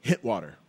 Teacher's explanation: almost like a D sound instead of a T sound